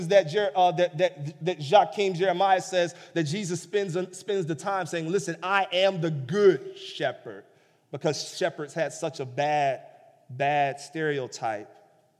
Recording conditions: large echoing room